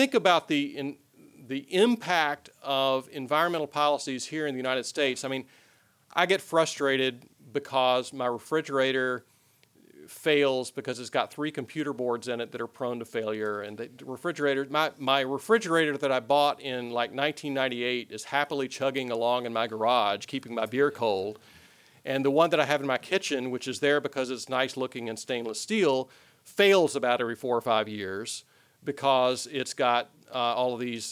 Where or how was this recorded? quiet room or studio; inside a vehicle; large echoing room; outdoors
large echoing room